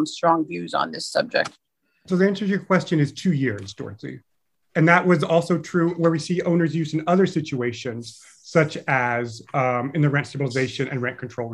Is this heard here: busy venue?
no